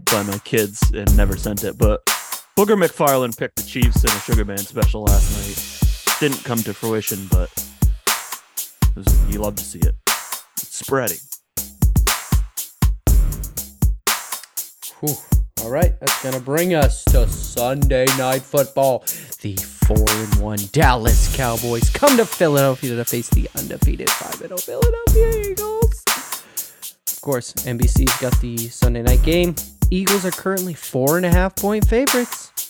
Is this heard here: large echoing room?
no